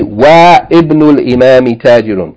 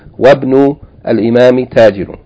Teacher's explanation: leave the vowel of hamzatul wasl out, don't pronounce it, and just join whatever is before the hamzatul wasl, the wa with fatah, to whatever is after it, the ba with sukun · Shown in: second take